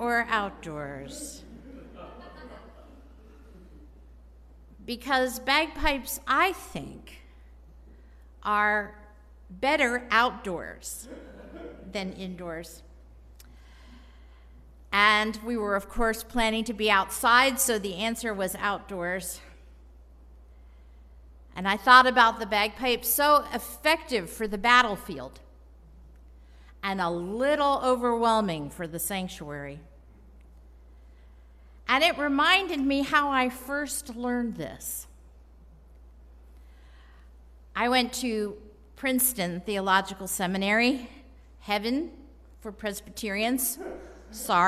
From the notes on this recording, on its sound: Bonus - Installation Sermon & Charge. At the service of installation.